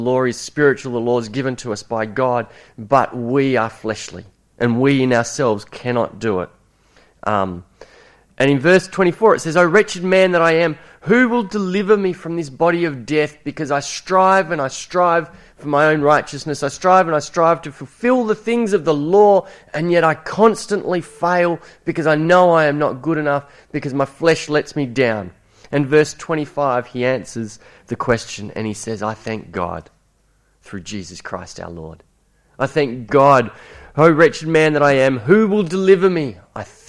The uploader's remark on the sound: It was preached at Esperance Church of Christ on a monthly basis.